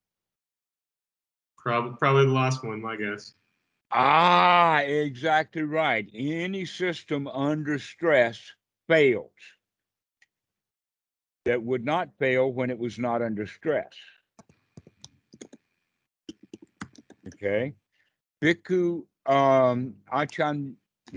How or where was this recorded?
video call